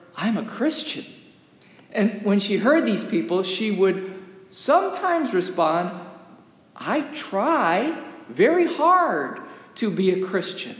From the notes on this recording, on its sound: Recorded live during worship in the historic, 317-year-old sanctuary of (Old) Rehoboth, the "Birthplace of American Presbyterianism".